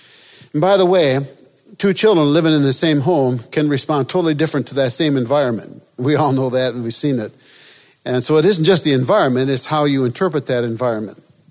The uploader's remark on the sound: This episode is from Freedom in Christ Ministries, recorded at the National Disciple Making Forum.